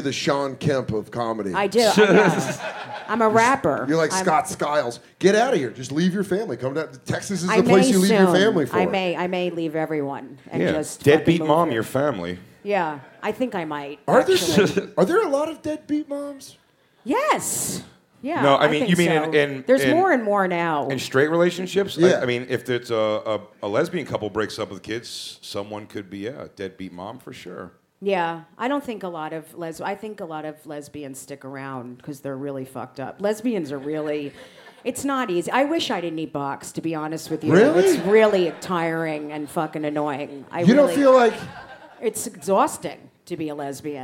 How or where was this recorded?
live audience